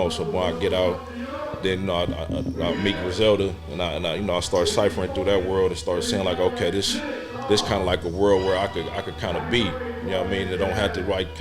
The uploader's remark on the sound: This episode was recorded in the green room